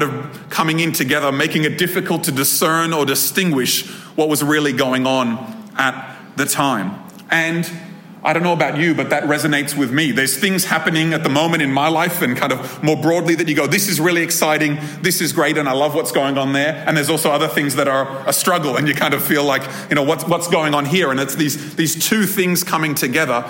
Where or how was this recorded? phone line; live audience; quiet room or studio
live audience